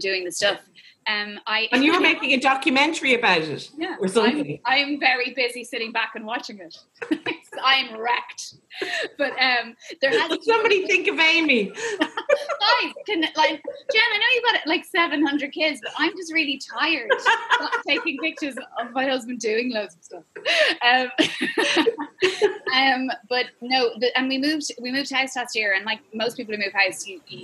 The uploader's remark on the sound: Came for the Zoom chats last Saturday night.